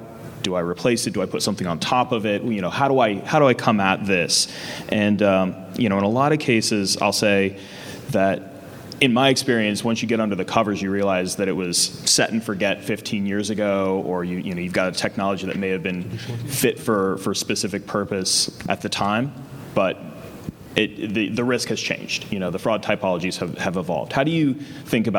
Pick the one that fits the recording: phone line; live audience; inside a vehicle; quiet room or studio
live audience